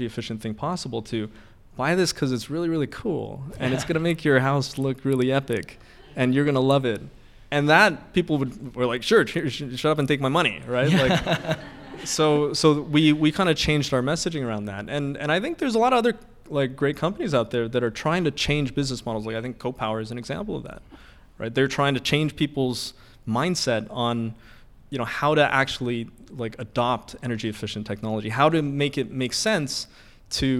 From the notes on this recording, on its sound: Our first ever live audience recorded episode.